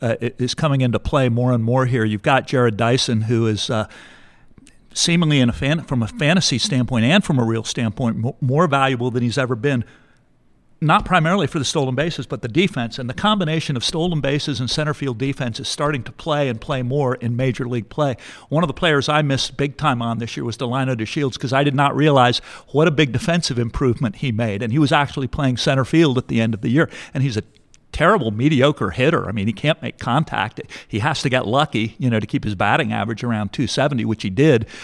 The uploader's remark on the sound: LIVE from First Pitch Arizona